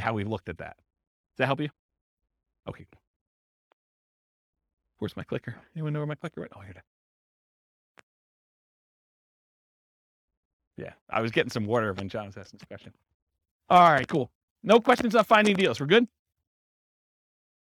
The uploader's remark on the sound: This was a live class recorded